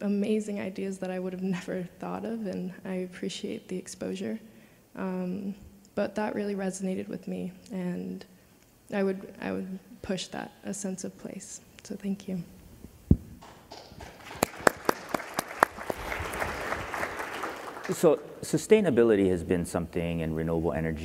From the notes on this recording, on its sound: The best of live interviews from GreenBiz events.